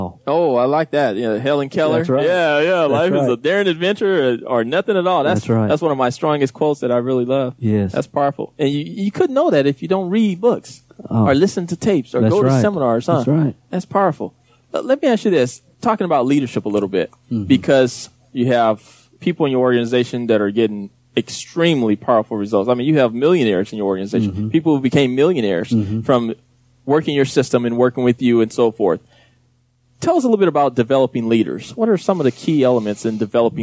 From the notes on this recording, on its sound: This session was recorded on a cruise ship in the Bahamas during the first ever MLM Leadership Cruise